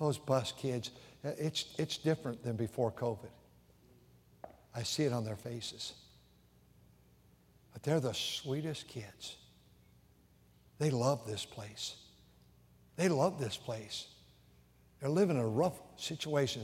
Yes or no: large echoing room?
yes